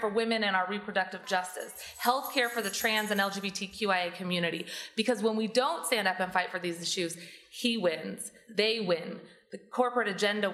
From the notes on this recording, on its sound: This “Womxn Power Seattle” panel took place at Seattle City Hall on January 21.